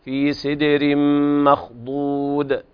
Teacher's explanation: الدال الموقوف عليها تقلقل